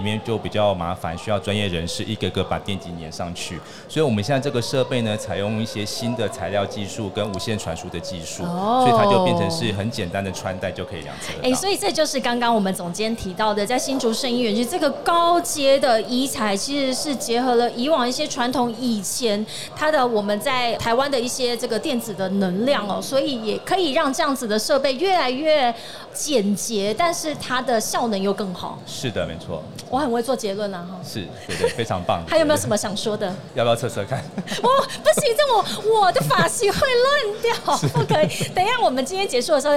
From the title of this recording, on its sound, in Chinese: 2022 Medical Taiwan台灣國際醫療暨健康照護展 -Live Podcast